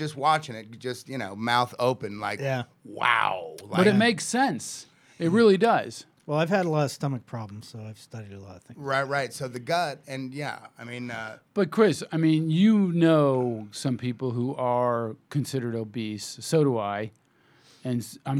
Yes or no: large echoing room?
no